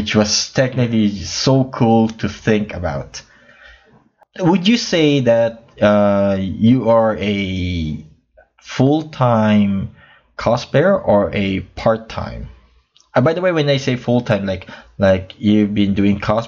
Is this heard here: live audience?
no